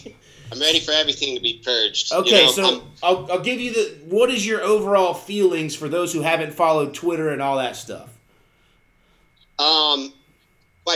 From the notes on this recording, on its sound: Gathered up via zoom to discuss our thoughts about the 2021/2022 Carolina Panthers Season.